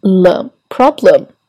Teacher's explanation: Problem 当中是一个 L 的舌侧音